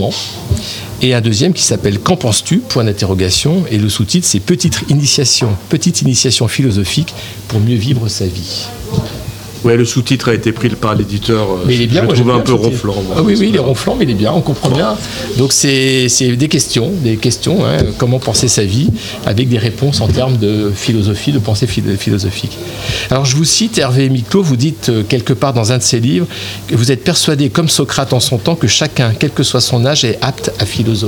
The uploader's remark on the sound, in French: En direct et en live de notre studio éphémère planté dans l'arrière salle du Founti Agadir.